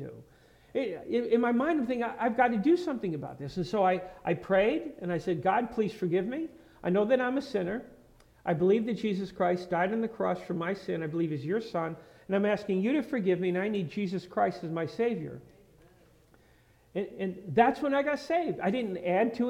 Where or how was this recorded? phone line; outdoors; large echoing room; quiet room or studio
large echoing room